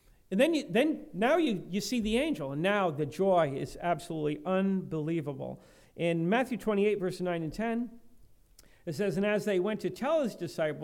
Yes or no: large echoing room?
yes